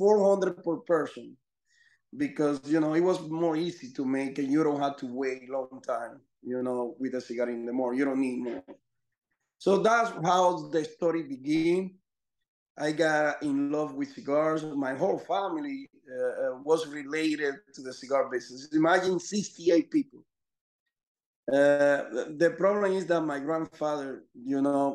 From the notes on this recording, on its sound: This is recorded from a video conference call, so the audio quality is not up to our usual H6 and Shure SM7B standard.